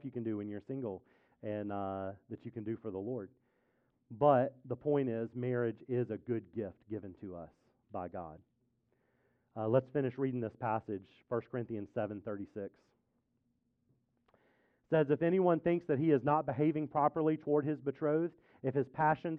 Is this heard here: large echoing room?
yes